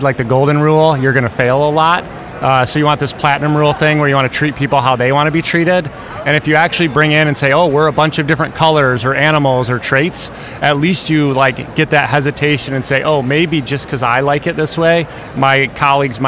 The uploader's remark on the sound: Live from SIOP